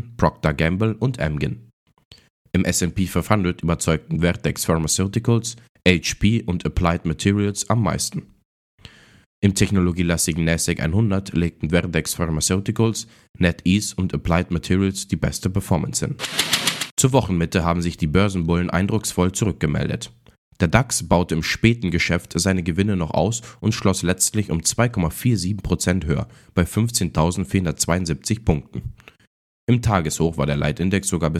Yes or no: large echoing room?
no